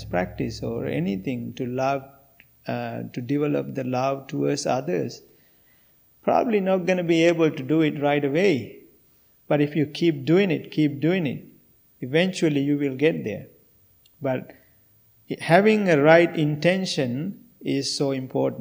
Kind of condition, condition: setting, large echoing room